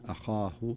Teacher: لو ننظر إلى الهمزة مرققة ثم تأتي الخاء بعدها مفخمة